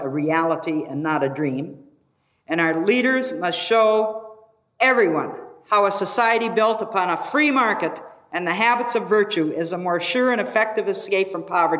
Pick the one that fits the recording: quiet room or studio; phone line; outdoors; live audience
live audience